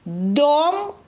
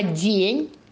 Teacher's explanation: Дом какой? Звук Д. Твердый. Почему твердый? Потому что О идет за ним. А день мягкий.